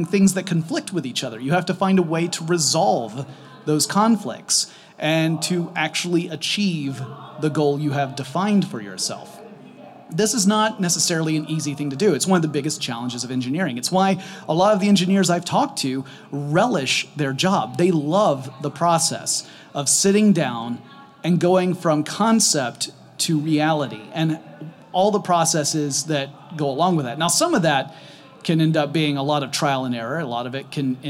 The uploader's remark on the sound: Live from inside a Mazda CX-30 at the Los Angeles Auto Show.